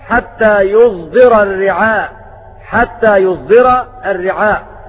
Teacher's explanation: ومعنى الإشمام خلط صوت الصاد بصوت الزاي